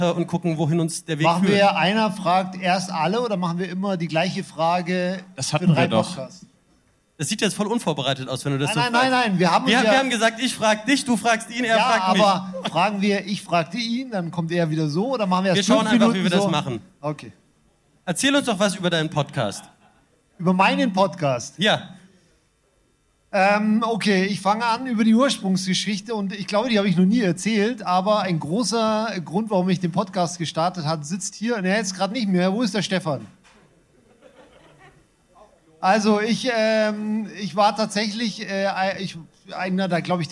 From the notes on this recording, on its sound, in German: 18 deutschsprachige Bitcoin-Podcasts gemeinsam und kongenial auf einer Bühne vor Publikum. Zu einem Arbeits- und Vernetzungstreffen in Leipzig. Direkt einen gemeinsamen und kongenialen Live-Mega-Mashup-Bitcoin-Podcast vor Publikum auf.